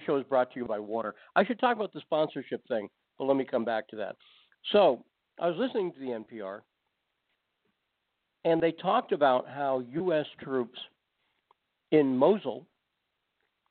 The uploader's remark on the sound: Takes your phone calls.